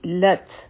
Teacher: د تا آواز به ختم شي، لیکن هوا به جاری وي، نو دې ته همس وایي